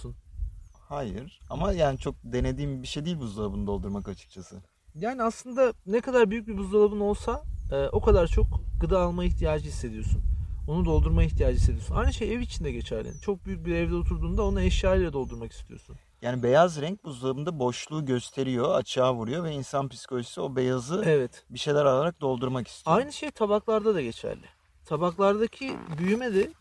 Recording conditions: wind noise